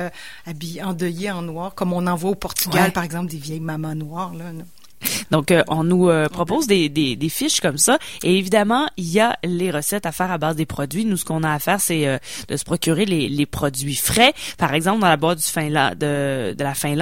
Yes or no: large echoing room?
no